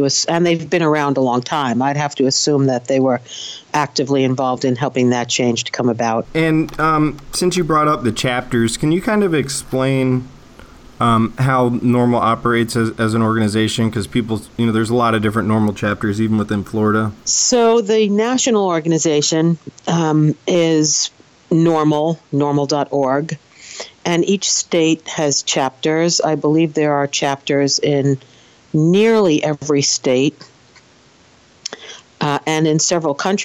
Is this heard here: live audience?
no